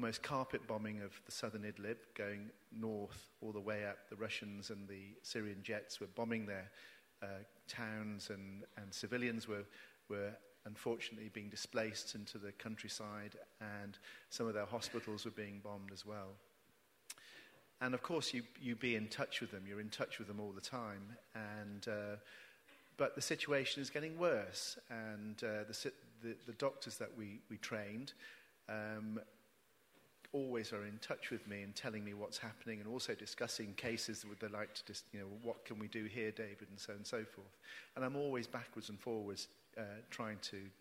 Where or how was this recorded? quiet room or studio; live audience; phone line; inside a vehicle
live audience